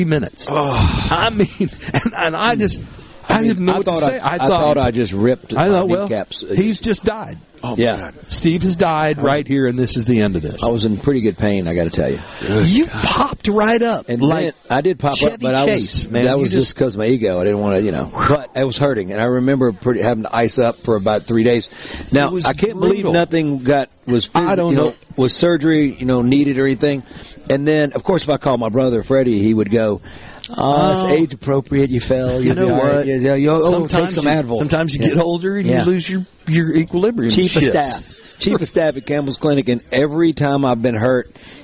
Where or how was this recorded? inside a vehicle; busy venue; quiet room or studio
busy venue